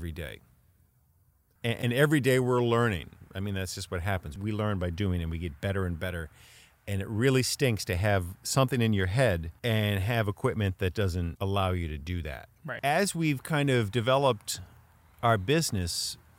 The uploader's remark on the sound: This is our first recording outside and we're having a ball.